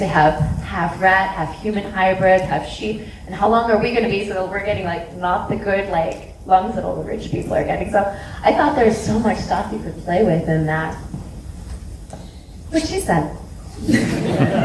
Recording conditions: live audience